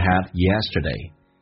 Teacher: had 的地也不发音，略音